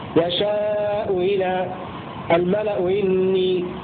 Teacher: ثم ذكر النوع الخامس والأخير فقال وقل يشاء إلى كالياء أقيس معدلة، أي أنه إذا كانت الهمزة الأولى مضمومة والثانية مكسورة نحو يهدي من يشاء إلى أو الملأ إني، ففيها وجهان في الهمزة الثانية وجهان، أولا التسهيل بين الهمزة والياء هكذا يشاء إلى الملأ إني، ولذلك قال كالياء أقيس معضلة، يعني كالياء يعني تسهل بين الهمزة والياء.